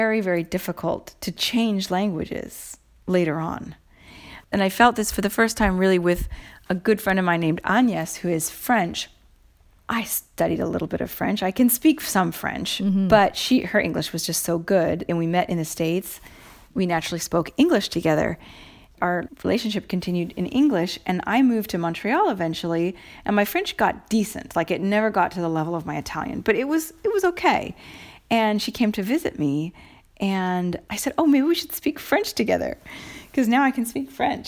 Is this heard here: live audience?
no